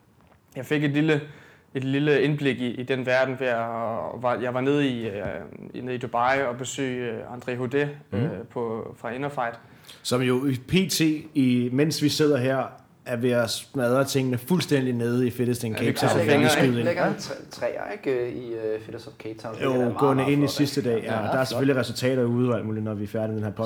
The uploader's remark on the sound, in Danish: Episode 43 er optaget under vores tur til Århus i februar og er selvfølgelig optaget i boxen det handler om, nemlig CrossFit Aros